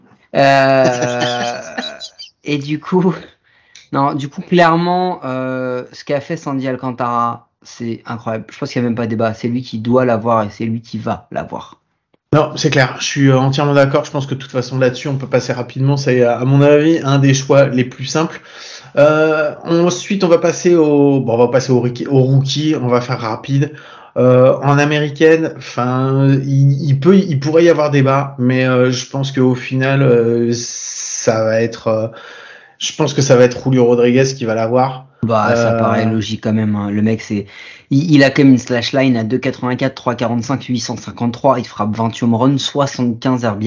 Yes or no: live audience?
no